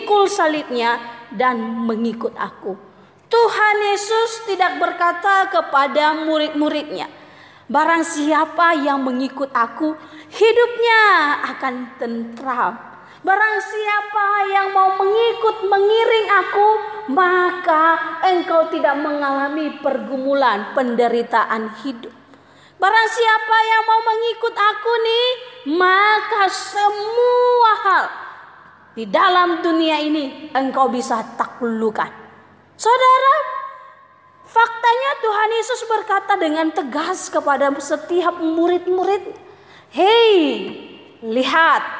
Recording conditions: live audience